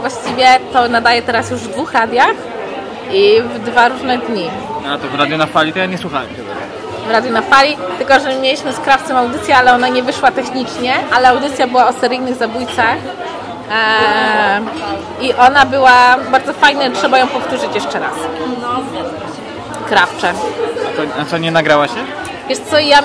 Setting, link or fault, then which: setting, busy venue